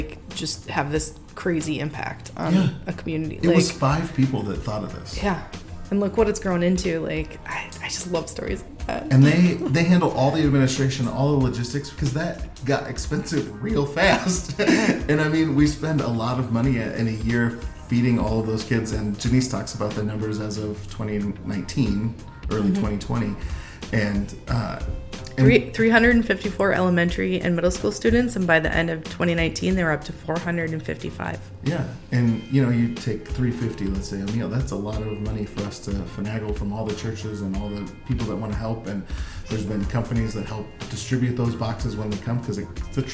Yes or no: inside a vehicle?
no